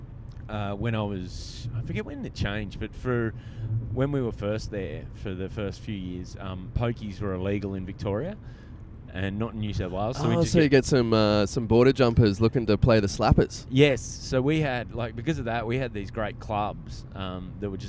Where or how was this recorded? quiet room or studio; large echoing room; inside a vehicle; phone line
inside a vehicle